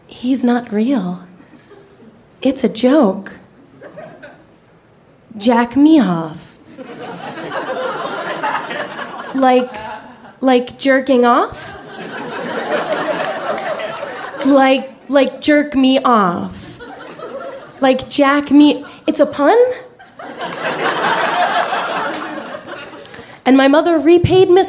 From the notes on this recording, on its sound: Live From Chicago! At our very first show in that toddlin' town!